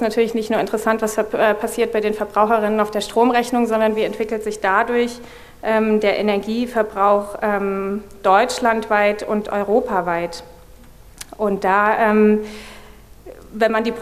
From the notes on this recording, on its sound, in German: wollen wir gemeinsam mit dem Publikum diskutieren